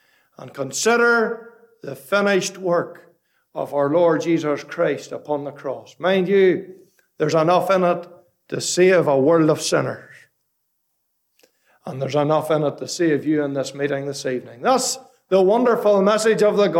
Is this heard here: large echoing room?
yes